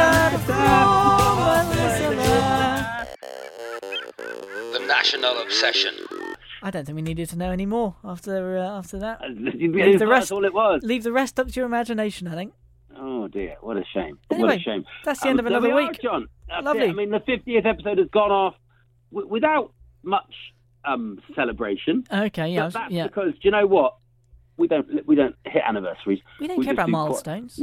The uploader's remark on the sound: resorting to an episode on the phone